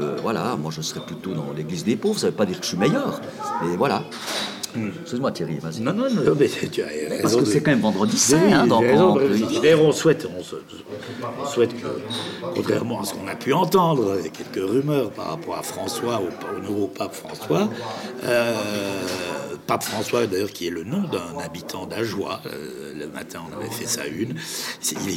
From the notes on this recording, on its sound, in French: Enregistré dans la bon humeur à Pâques au restaurant le Cheval Blanc à Delémont.